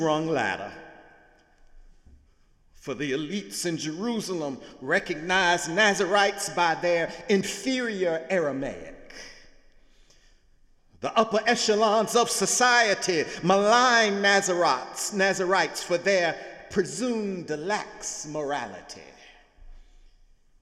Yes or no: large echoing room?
yes